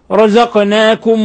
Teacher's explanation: والقاف لما جاءت ساكنة فقلقلناها